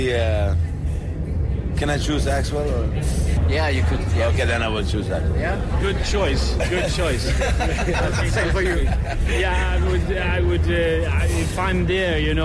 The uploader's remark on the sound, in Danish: Live fra Tinderbox